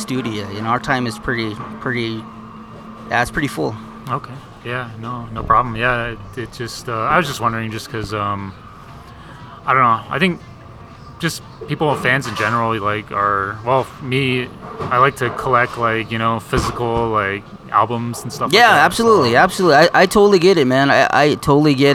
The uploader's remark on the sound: I met up with the band at Starbucks in Gallup NM so excuse the background noise.